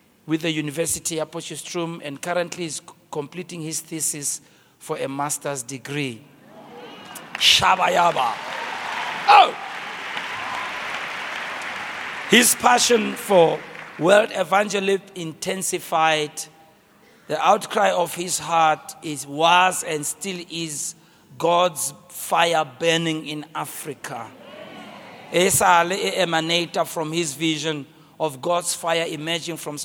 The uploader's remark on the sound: preached at Grace Bible Church Pimville